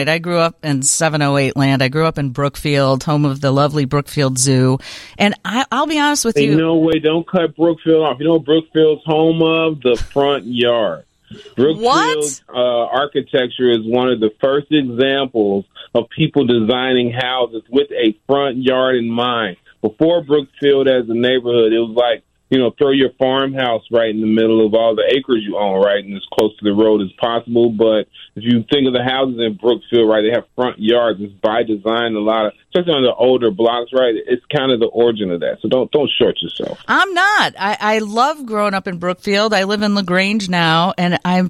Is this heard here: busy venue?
no